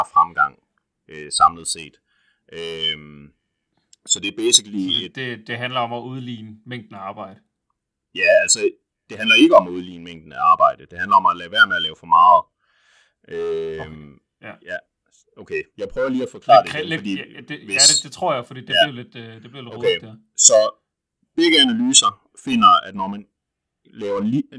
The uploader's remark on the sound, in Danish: Endnu engang døjer vi lidt med lyden, men vi arbejder på sagen.